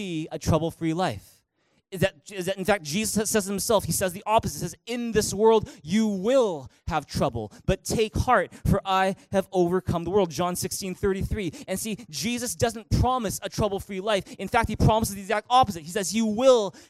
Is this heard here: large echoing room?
yes